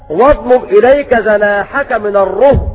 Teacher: بضم الراء وسكون الهاء